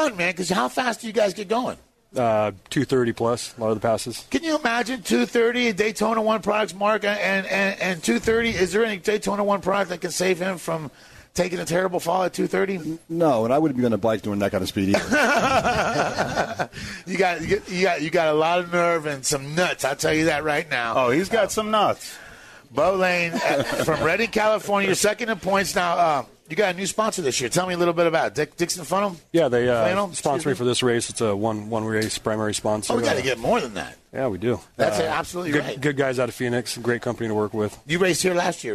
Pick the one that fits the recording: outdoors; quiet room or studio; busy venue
busy venue